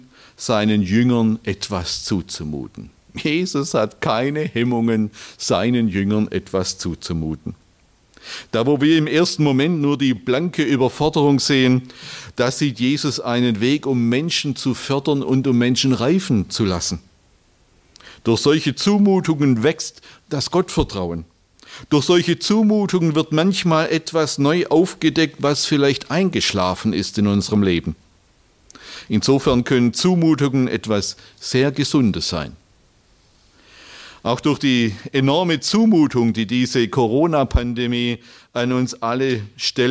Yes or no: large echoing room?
yes